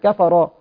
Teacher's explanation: الراء في حاله الوصل تفخم